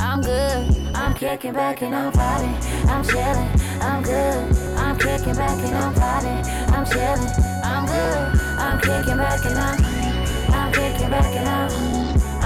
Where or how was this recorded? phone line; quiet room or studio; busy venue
busy venue